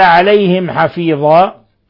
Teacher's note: ميم ساكنة جاء بعدها الحاء، الحكم التجويدي إظهار شفوي لأن الحاء من حروف الإظهار الشفوي.